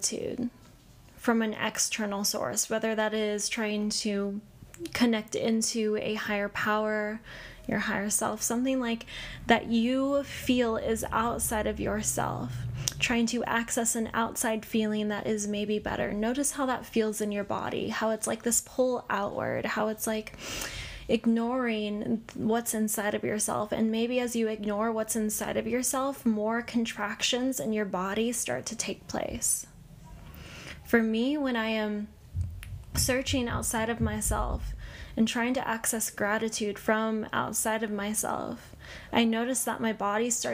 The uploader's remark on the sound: There is a lot of background noise in this episode. I'm not sure why my microphone recorded so much background noise and I didn't know until after the whole episode was recorded.